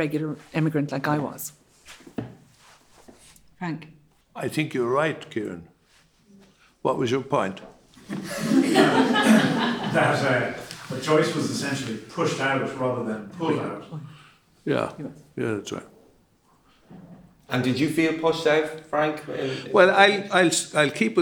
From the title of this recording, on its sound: amplify live at New Music Dublin